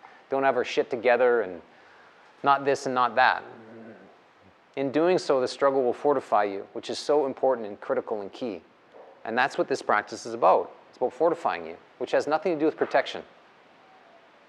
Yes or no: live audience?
yes